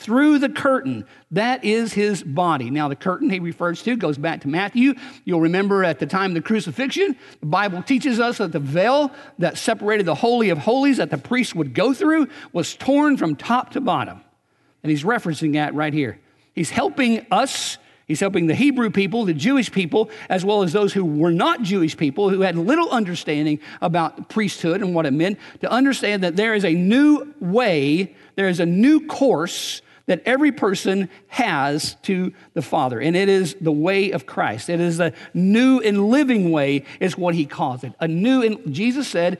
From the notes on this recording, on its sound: Recorded on April 28, 2019 at Graceland Baptist Church in New Albany, Indiana.